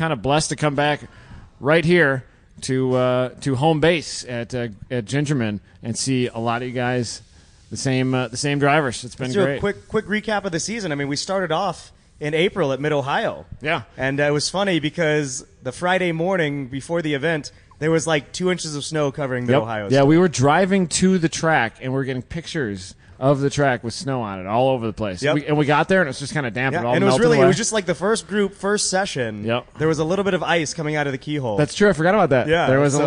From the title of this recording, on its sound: Live from #GRIDLIFE TrackBattle Round 5 - Part 2